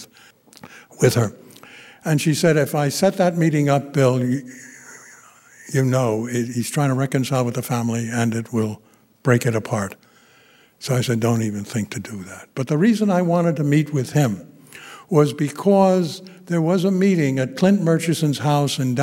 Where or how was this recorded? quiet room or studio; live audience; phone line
live audience